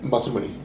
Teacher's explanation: There is no syllable emphasis